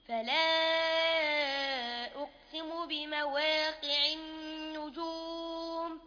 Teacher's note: عندنا كلمة فلا أقسم هنا القلقلة تقلق القاف